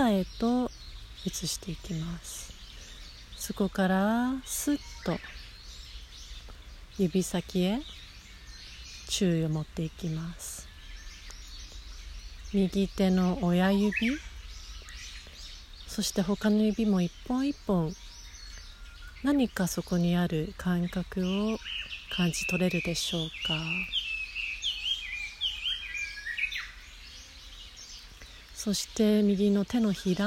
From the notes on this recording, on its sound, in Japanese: 自然音とともに行うボディスキャン瞑想。逗子の披露山公園の山の中で録音したボディスキャン瞑想です。